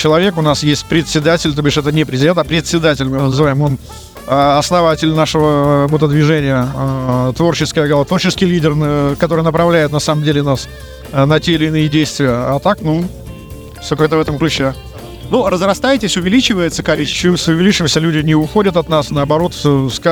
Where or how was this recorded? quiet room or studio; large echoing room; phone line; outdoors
outdoors